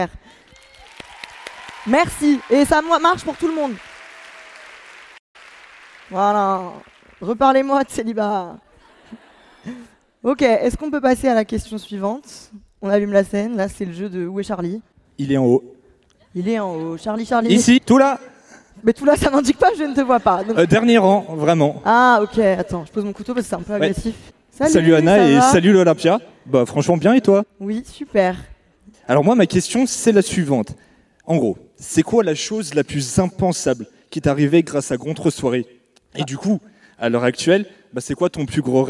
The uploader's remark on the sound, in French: On s'est retrouvé à l'Olympia pour faire un enregistrement live devant 2000 personnes. Soyez tolérants avec mes bruits de respirations, de pleurs et mes cris, c'était du direct !!!